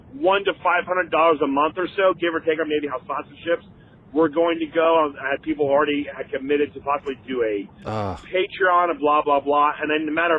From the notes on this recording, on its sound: We take some calls.